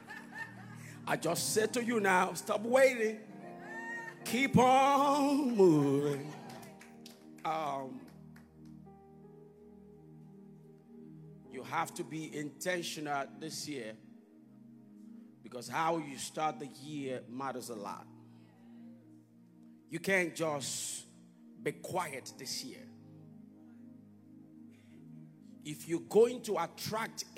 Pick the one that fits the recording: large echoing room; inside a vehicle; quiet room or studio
large echoing room